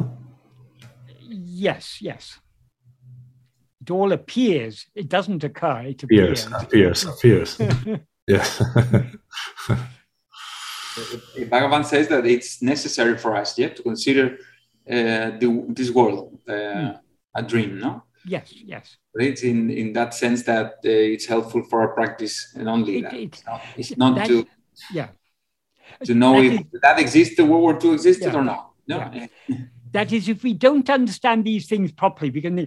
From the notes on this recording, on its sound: In a Zoom meeting